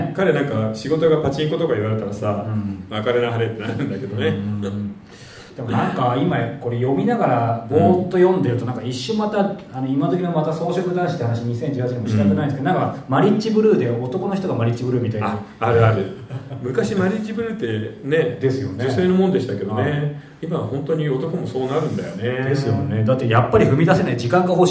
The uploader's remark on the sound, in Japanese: 公開収録